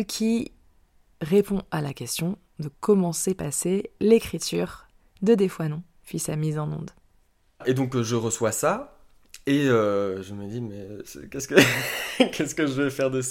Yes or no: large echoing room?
no